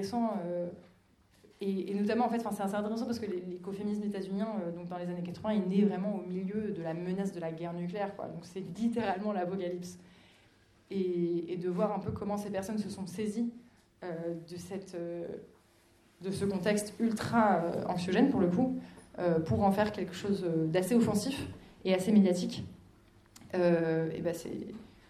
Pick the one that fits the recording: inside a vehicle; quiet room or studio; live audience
live audience